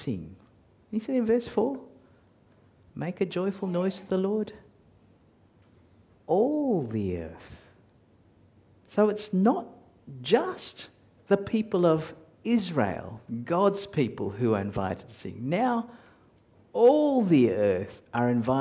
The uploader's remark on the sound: at Covenant Hope Church in Dubai, UAE, on Oct 23, 2022